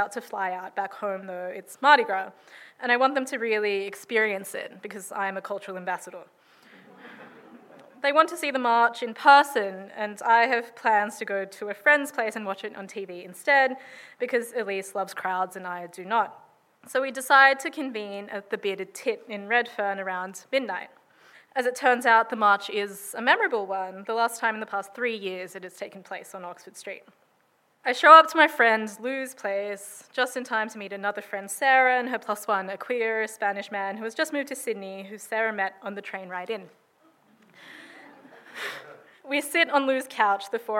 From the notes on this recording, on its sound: Recorded at Riverside Theatres in Paramatta in 2022.